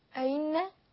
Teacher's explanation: وأيضا مثل كلمة أئنا حفص يقولها بالتحقيق أئنا أئنا. أما ورش فيقول أئنا بالتسهيل في الثانية أو يقول أئنا بالإشباع مع الإبدال.